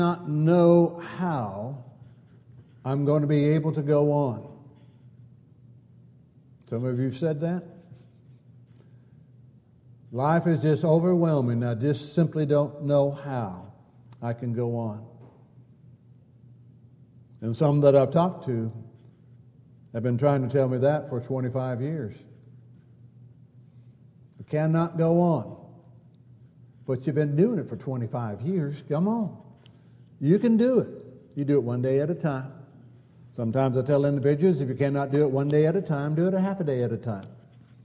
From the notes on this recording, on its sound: Downtown Church Of Christ Audio Sermon